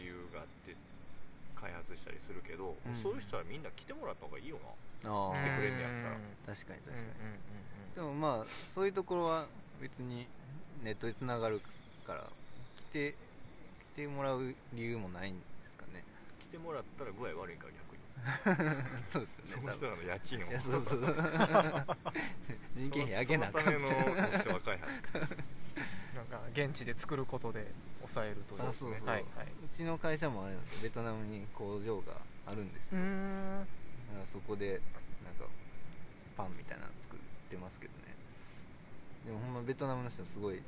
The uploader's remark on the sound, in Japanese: 今回は西武庫公園で収録しました。ええ歳した男が3人、地べたに座りながら夜な夜な話した。